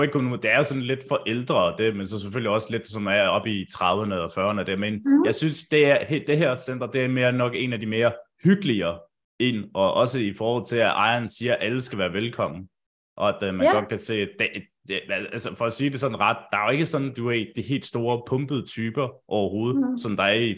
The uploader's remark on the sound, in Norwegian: På forhånd beklager at lyden hakker en gang imellem under episoden